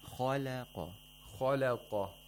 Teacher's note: When you say kha, your mouth is slightly rounded. Khale. When you want to pronounce le, your mouth lips spread.